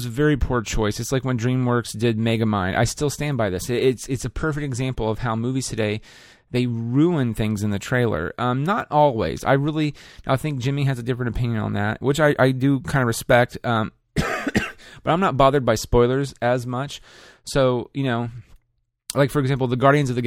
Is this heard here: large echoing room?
no